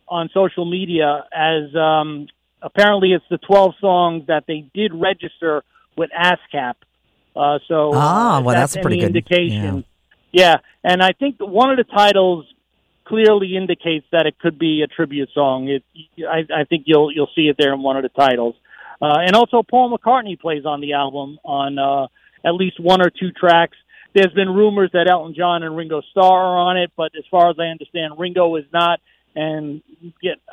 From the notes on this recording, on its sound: GIVES US A CALL FROM LONDON